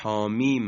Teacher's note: میم مد لازمه، حامیم، که ما 6 حرکت میکشیم